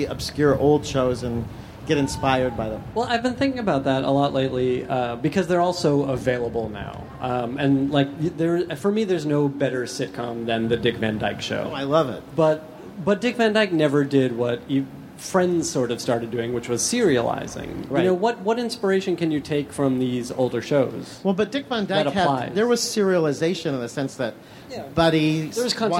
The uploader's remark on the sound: Recorded live at the Nerdist space at Petco Park during San Diego ComicCon, on July 24, 2014.